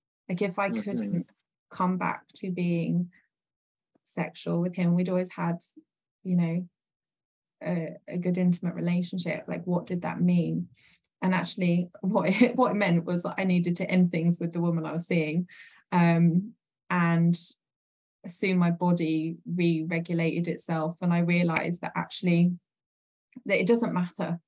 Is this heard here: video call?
yes